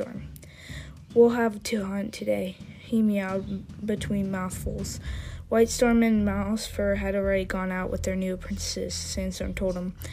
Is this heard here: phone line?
no